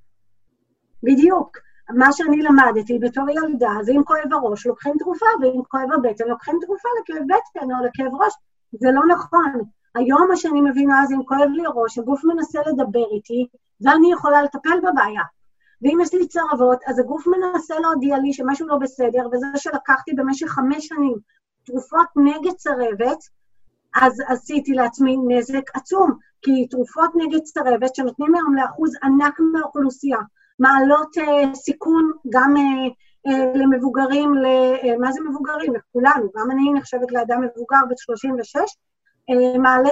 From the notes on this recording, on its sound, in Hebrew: אנחנו בתקופה קשה של מגפת הקורונה, כולנו בבית וגם תוכנית זו הוקלטה בזום בבית.